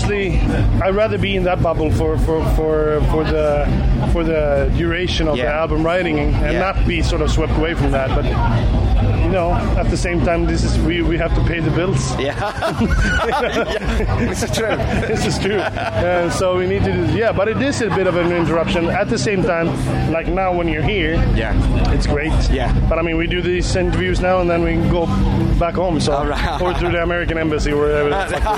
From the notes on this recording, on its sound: at the UK's premiere Heavy Metal Festival Bloodstock today for a chat